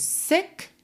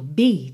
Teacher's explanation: Sick é um som seco, sick. Beat já é compridinho, recheadinho.